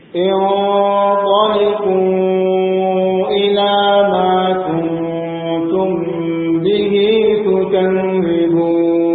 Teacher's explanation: min sukun setelahnya huruf ba didengungkan dengan merapatkan kedua bibir, disebut dengan ikhfa syafawi.